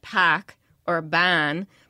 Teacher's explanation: Now, see, that's the park your car in Harvard Yard sound, only if you're R-less, you get pack or ban